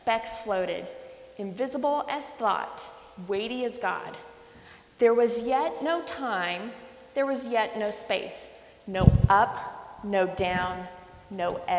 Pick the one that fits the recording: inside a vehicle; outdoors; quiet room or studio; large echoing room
large echoing room